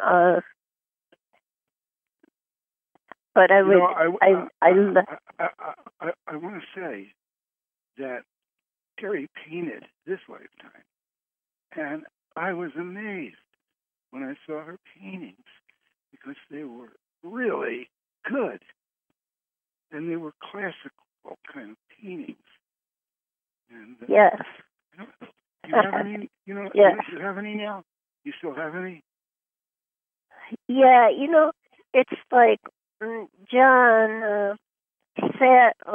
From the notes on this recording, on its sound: Conference Call LIVE